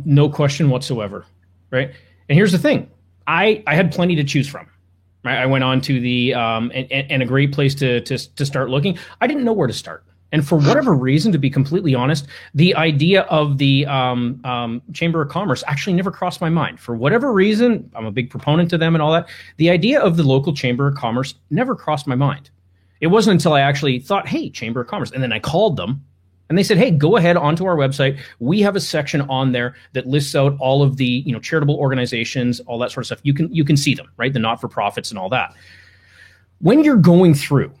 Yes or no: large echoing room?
no